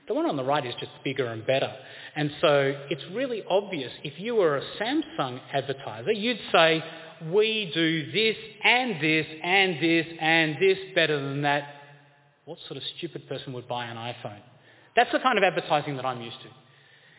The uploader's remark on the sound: This presentation is at St Jude's Anglican Church, Carlton, Victoria on 1 February 2023.